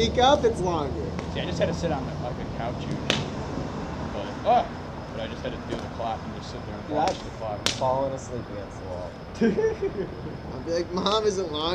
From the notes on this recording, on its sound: By A Campfire. We tried out a new webcam and it did an all right job capturing the audio and a great job taking the video mostly.